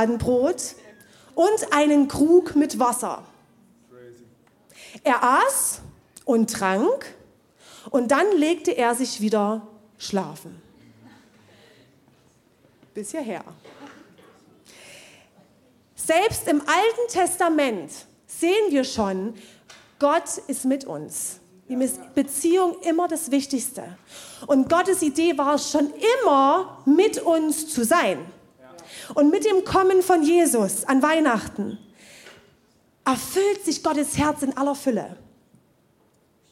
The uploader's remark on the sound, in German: Zeal Church Dresden. Audiomittschnitt der Predigt vom 03.12.2023 im Kurländer Palais in Dresden.